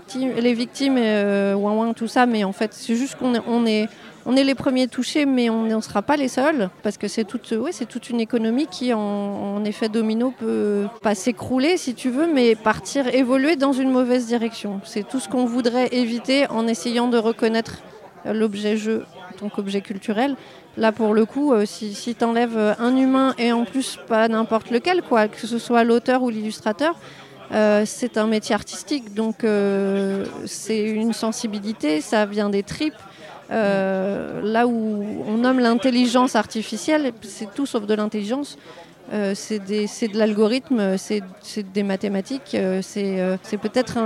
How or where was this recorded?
busy venue